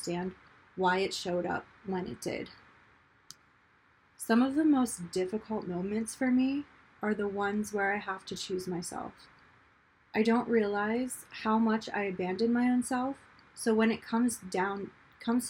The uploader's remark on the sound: if you can hear the white noise in the background of this recording it's because the mic kept giving me feedback noises while recording